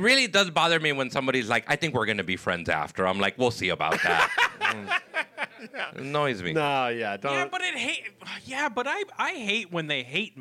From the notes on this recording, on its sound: Recorded live from the Hollywood Improv on December 7th, 2023.